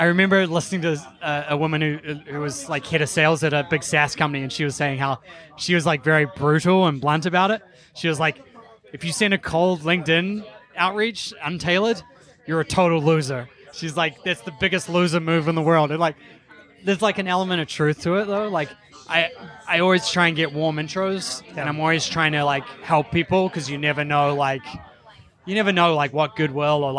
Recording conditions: busy venue